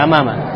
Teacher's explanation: предлог «амама» в конце заканчивается на фатху. На фатху, а не на дамму.